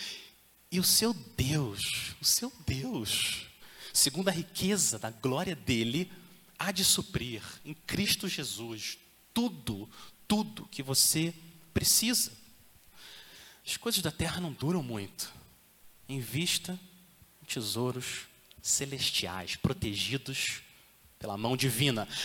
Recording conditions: large echoing room